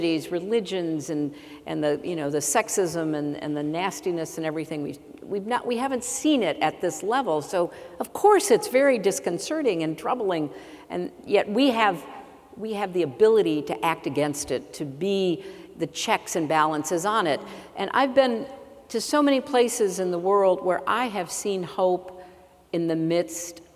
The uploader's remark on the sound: addresses a sold-out, raucous crowd at The Paramount Theatre